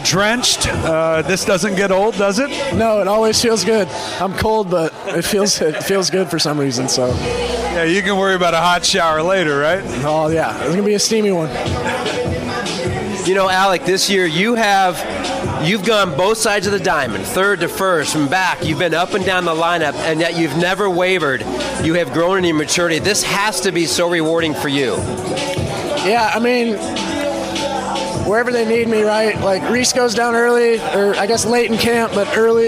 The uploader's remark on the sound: live in the Phillies' clubhouse